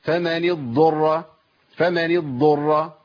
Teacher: الشائع فمن يضطر، ابدال الضاد بطاء، لكن كتير من الناس بيحاول يمكن لمخرج الضاد فما يعرفش يطلع لمخرج الطاء